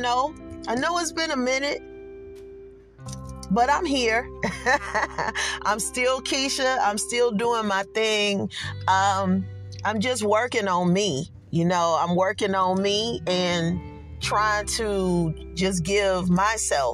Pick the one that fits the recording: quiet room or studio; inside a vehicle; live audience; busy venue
inside a vehicle